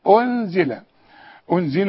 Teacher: الهمزة مضمومة انزل مش انزل وتمد شفايفك لقدام عشان يبقى كأنك عندك واو